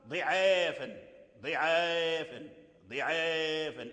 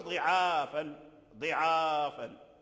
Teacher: قرأ بإمالة العين والآلف لأن قبله كسرة · Shown in: first take